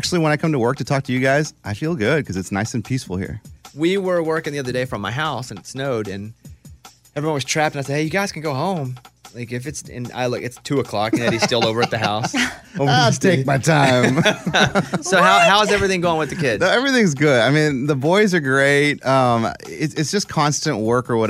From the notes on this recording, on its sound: Listeners call in to share their equally awkward stories.